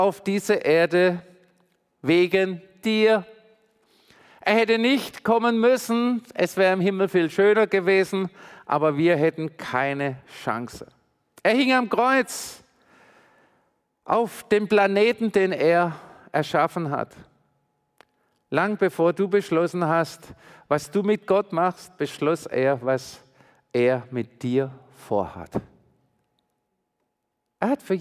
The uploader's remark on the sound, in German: predigt im Missionswerk Karlsruhe